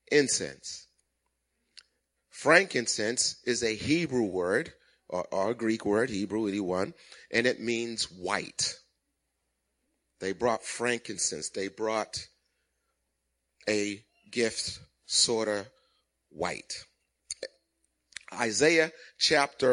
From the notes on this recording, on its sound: Recorded at the 8:00am Christmas morning service.